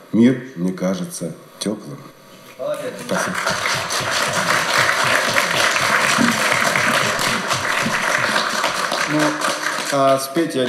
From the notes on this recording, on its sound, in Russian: Концертный зал Радио ВОС представляет.... Запись заключительного концерта Всероссийского фестиваля бардовской песни ВОС «Пой гитара», который прошел в Самаре в начале сентября 2012 года.